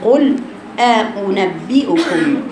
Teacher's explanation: همزة مضمومة تقرأ بين الهمزة والواو · Term: بين بين